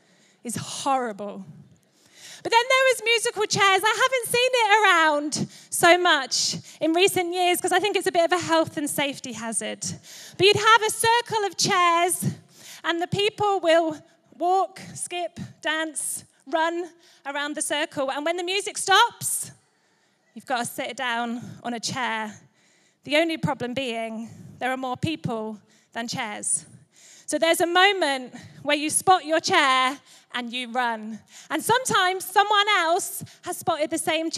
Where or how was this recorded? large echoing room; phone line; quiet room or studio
large echoing room